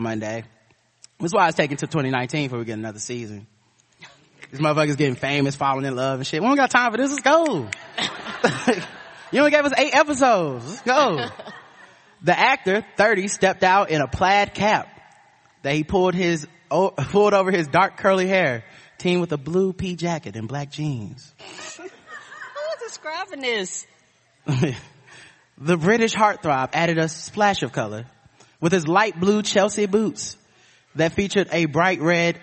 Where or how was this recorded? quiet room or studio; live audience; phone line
live audience